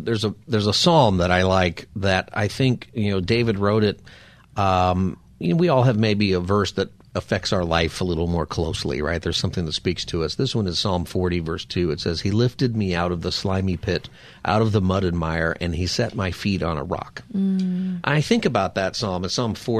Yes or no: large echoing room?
no